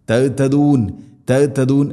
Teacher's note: നിഅമതി അലൈക്കും, നിഅമതി അലൈക്കും, വലഅല്ലകും, വല ഐൻ തൊണ്ടയുടെ മധ്യഭാഗം, വലഅല്ലകും തഹ്തദൂൻ, വലഅല്ലകും തഹ്തദൂൻ. തഹ് ഹ തൊണ്ടയുടെ താഴെ ഭാഗമാണ്.